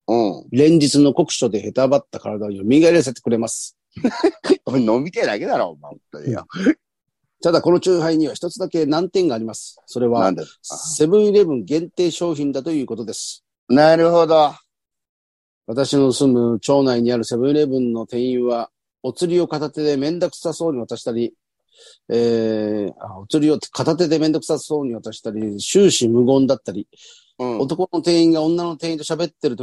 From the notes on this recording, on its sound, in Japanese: ZOOMで収録